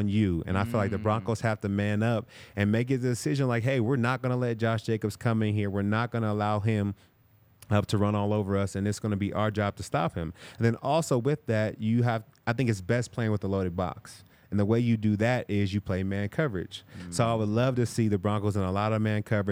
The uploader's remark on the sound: coming to you LIVE from the DNVR Bar